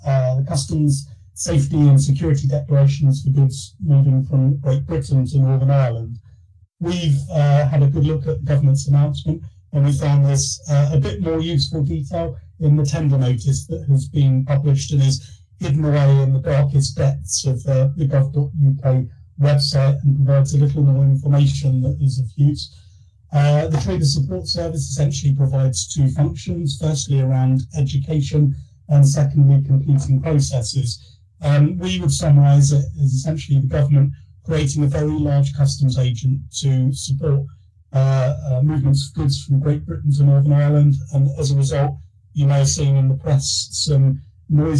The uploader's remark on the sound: The audio is from the weekly FDF Covid19 webinar originally broadcast 18th August.